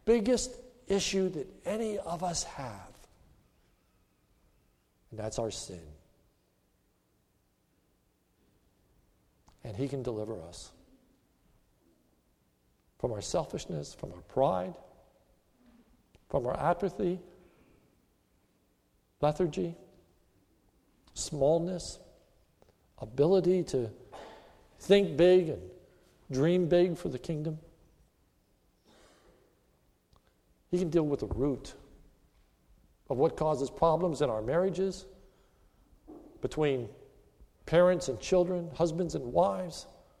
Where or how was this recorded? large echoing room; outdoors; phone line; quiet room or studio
large echoing room